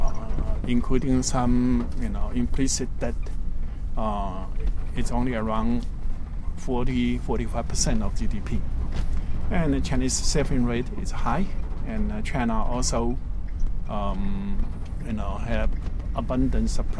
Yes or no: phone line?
no